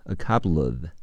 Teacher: couple 结尾的 l 和 of 开头的 a 要连起来读